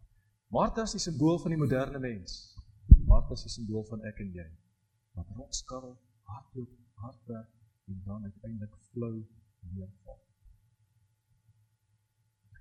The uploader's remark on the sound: Preek opname tydens erediens in Loughton